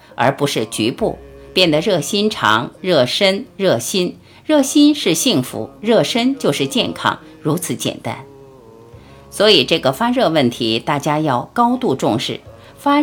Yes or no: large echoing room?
no